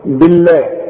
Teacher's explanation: لفظ الجلاله مرقق علشان الباء مكسوره